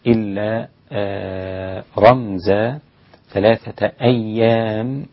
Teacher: الياء رقيقة جدا حتى إذا كانت مضمومة أو مشددة لا يستدعي التشديد أو الضم إلى تفخيم الياء أو الميم. رمزا كذلك الميم رقيقة جدا والأداء طيب جدا.